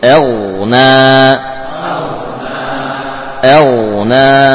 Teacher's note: Huruf ghain termasuk huruf rokhawah, sehingga tidak boleh ada pantulan atau yang mirip dengan pantulan.